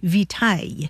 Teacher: along the way it lost that hard C sound, so it sounded more like vitaille